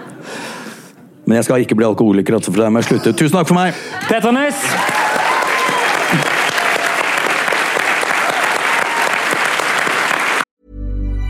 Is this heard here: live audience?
yes